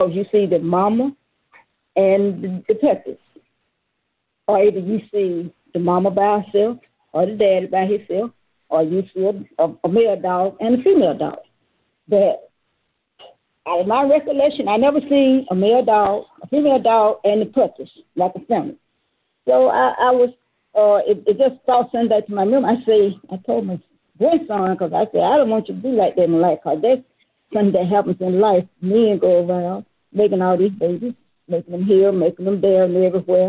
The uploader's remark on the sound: Conference Call